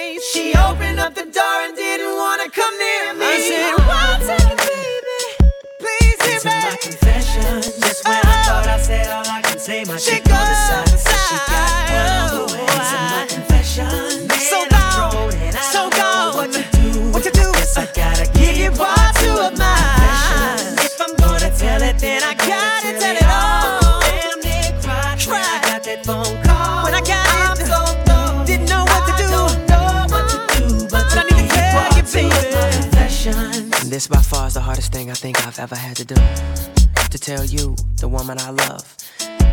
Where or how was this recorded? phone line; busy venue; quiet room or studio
busy venue